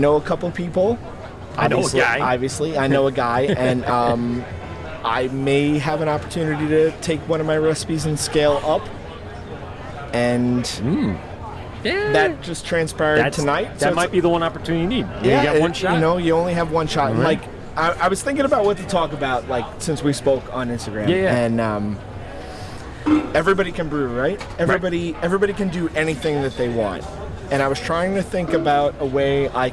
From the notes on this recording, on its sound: LIVE from the Blue Point Cask Ale Fest held at Blue Point Brewing in Patchogue, NY. Enjoy this unique and massive festival.